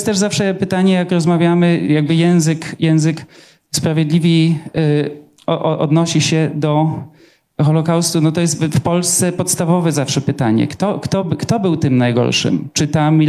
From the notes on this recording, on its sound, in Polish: Debata artystów, badaczy i czytelników podczas Big Book Festival 2023.